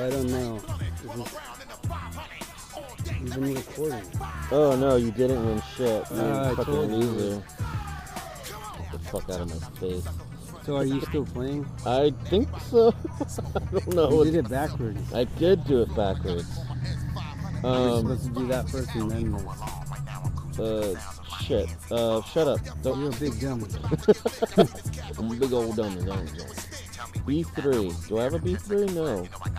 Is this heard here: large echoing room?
no